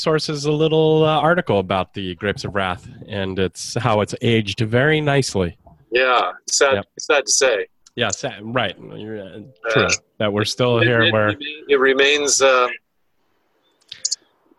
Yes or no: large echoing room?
no